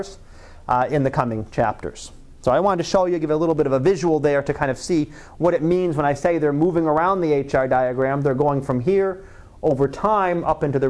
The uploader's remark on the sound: Live Class Lecture